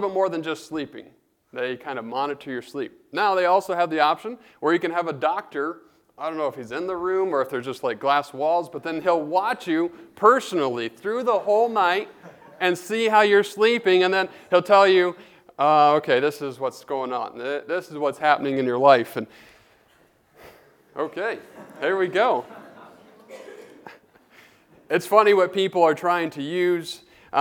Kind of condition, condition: setting, large echoing room